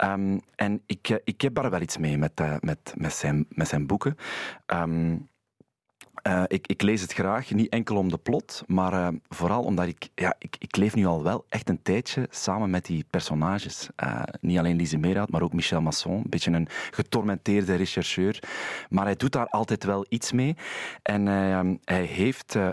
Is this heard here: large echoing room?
no